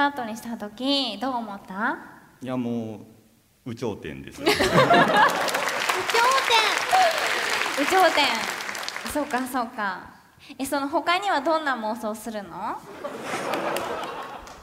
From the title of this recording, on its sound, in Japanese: イベント公開収録